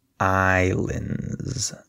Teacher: There's no S sound.